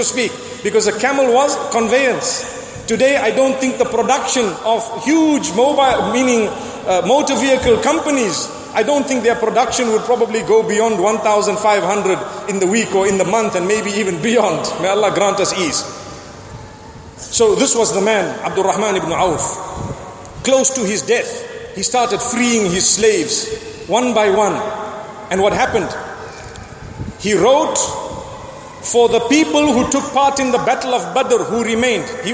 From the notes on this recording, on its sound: Delivered at Tuanku Mizan Zainal Abidin Musjid